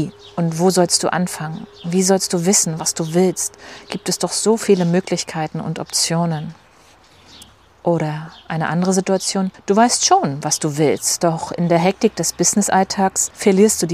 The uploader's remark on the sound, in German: Die ich barfuß durch den Garten GEHEND aufgenommen habe. Bitte entschuldige die Nebengeräusche; ich hatte nicht mit Straßenarbeiten, Radladern und Rasenmähern am Montagvormittag gerechnet. Ich denke, das Vogelgezwitscher lenkt ein bisschen von ab.